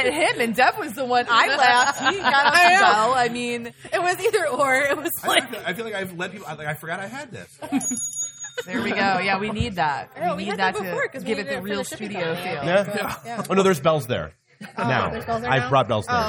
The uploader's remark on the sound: Recorded live at Old Shillelagh in Detroit during our 3 year anniversary celebration.